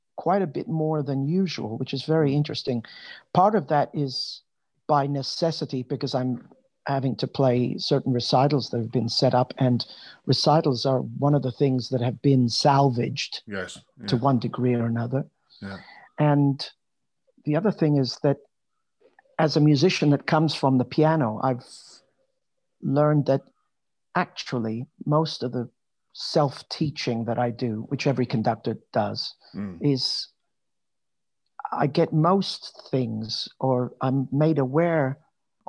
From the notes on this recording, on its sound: This interview was recorded on 19th February 2021 via Zoom.